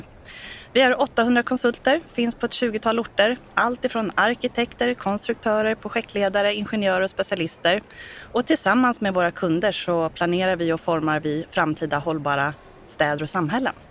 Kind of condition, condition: setting, busy venue